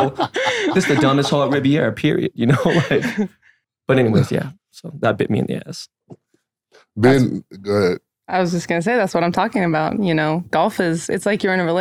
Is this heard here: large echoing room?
no